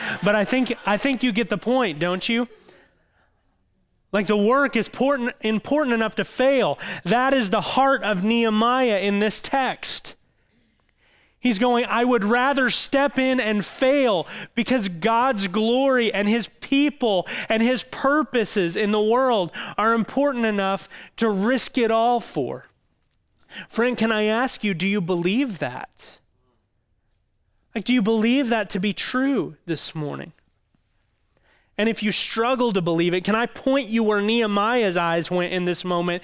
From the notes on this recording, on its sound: audio from New City Church in Champaign-Urbana, IL